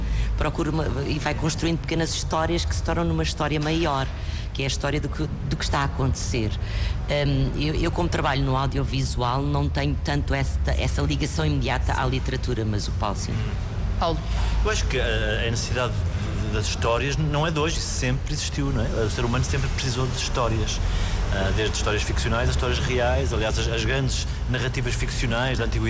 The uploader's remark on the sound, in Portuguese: Entrevista em direto do Festival Literário da Madeira